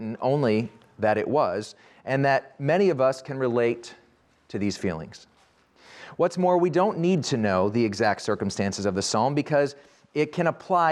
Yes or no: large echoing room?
yes